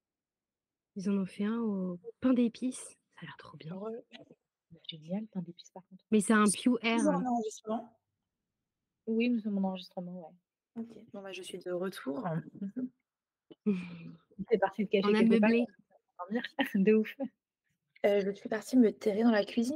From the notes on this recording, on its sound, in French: On est à nouveau à distance donc le son est pas perfecto